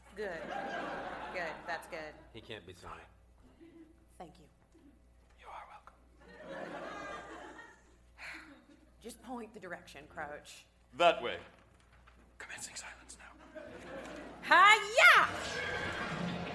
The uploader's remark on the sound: Recorded Live 10/3/2010 at Largo, Los Angeles.